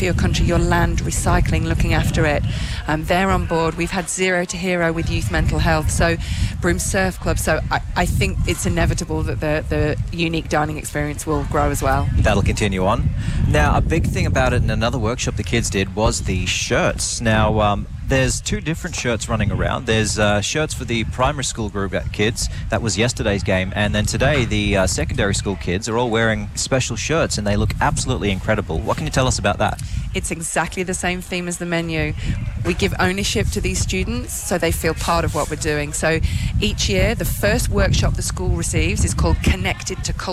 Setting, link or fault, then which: setting, outdoors